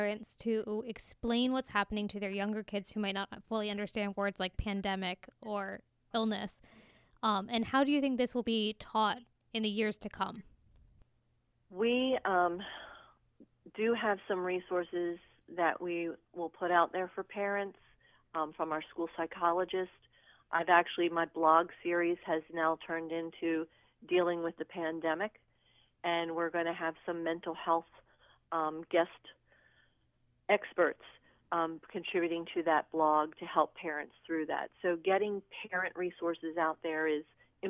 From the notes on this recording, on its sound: by phone